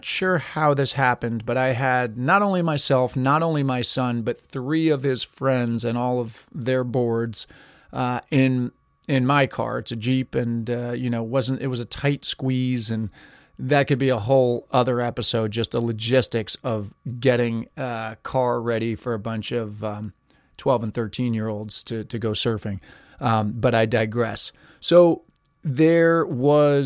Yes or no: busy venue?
no